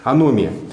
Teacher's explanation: аномия через О и ударение там на втором слоге